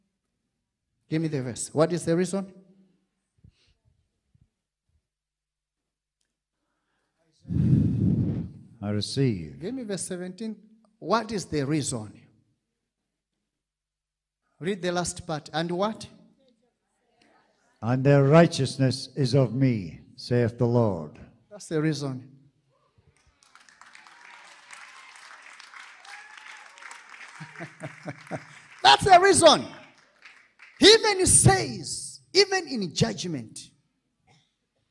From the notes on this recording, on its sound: This episode was extracted from our Live Church Services